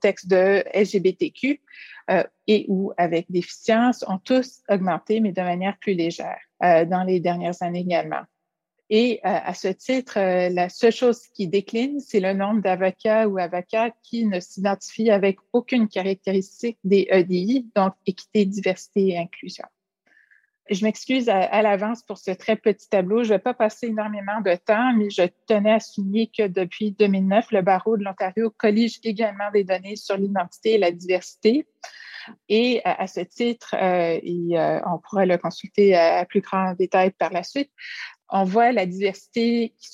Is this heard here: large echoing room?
no